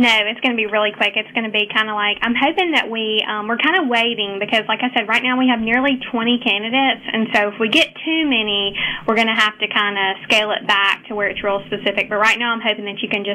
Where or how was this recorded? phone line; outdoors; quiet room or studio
phone line